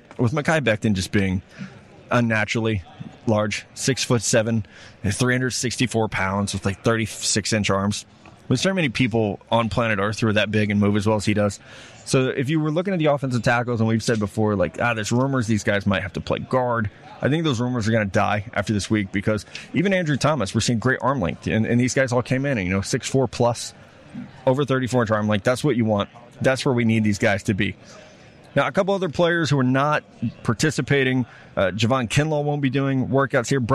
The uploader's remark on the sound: Live from NFL Combine